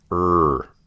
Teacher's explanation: R after vowels is strongly articulated, with the tongue curling back into a retroflex position. Usually, this feels as though the tongue is pointing up with the tip aimed at the hard palate behind the alveolar ridge. · Term: strong R coloring